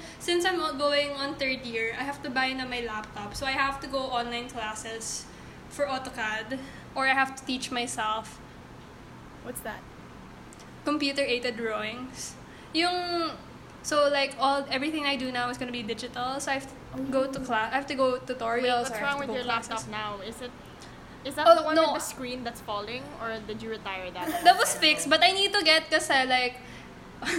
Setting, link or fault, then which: fault, background noise